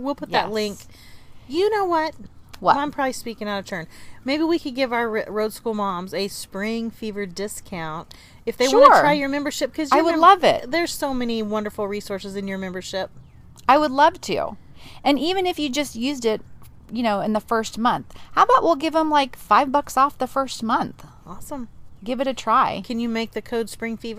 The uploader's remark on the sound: The replay is a live recording by the Roadschool Moms team from the back porch and behind the wheel.